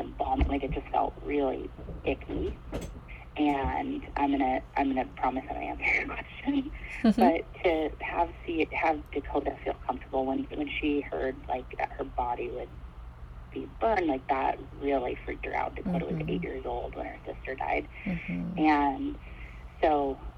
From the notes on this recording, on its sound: This episode is Audio only, recorded over the phone as preferred by my guest. There is no video to watch and the sound quality is a bit lower than my usual.